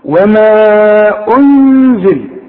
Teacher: خد بالك ضم الهمزة ورجع شفايفك علشان تديني الغنة مرققة